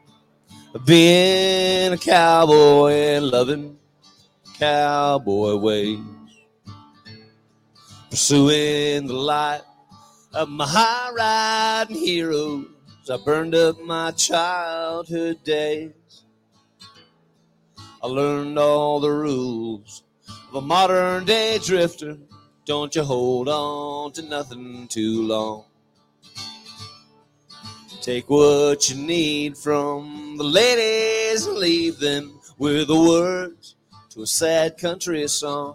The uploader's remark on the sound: RümpChät Live 2023 - NFR Edition 9. RümpChät Live at the 2023 NFR.